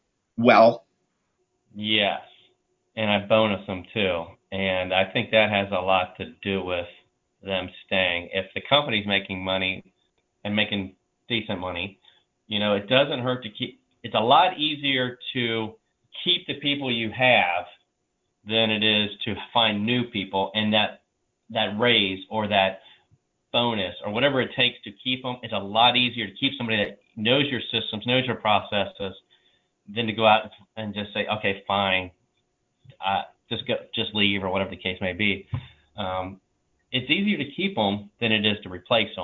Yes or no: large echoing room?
no